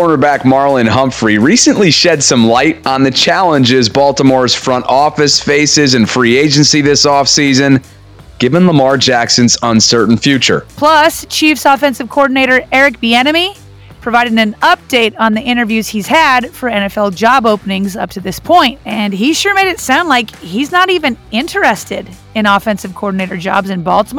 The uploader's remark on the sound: On Super Bowl Radio Row.